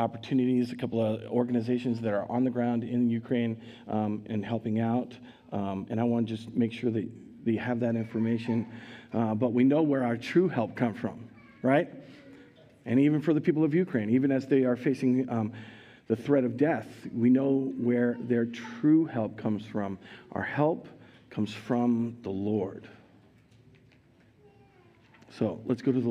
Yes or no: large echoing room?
yes